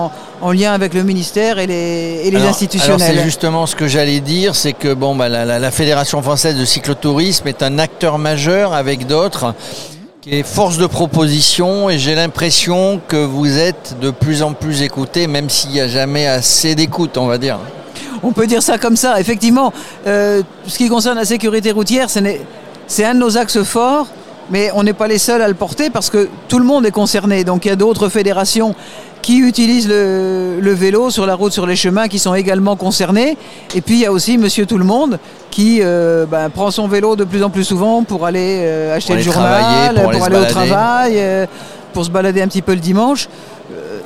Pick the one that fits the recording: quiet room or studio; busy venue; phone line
busy venue